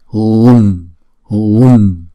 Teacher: Thì chữ Hum này đó là chúng ta đọc chữ U kéo dài hai nhịp, thì chúng ta đọc chữ Hu kéo dài trước rồi mới đóng chữ U lại